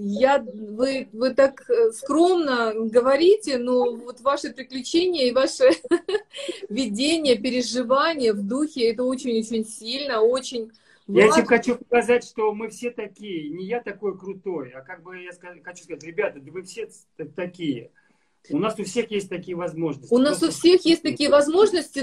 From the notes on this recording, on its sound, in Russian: Запись второй части прямого эфира из инстаграма